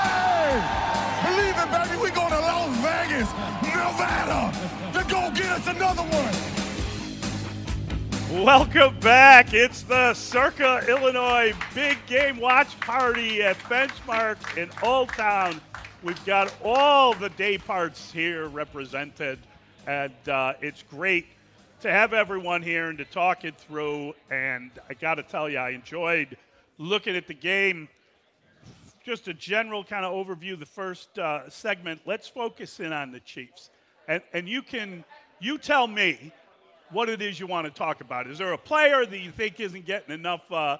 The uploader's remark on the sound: live in Benchmark in Old Town for the Circa Big Game Watch Party